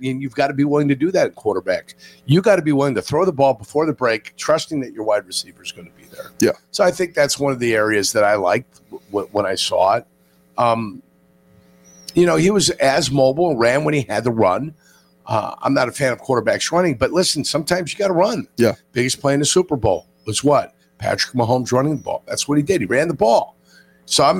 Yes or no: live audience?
no